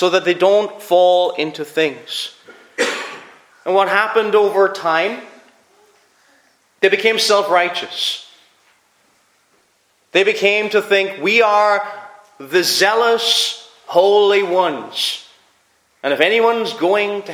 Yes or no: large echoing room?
yes